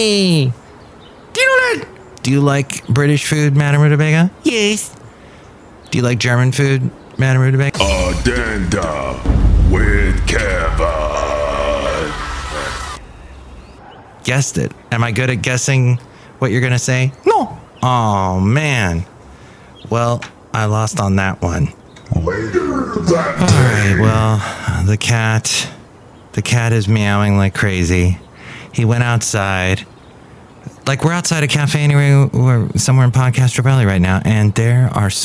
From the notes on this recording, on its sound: podcasts live from Café Anyway